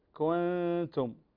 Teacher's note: إخفاء النون الساكنة عند التاء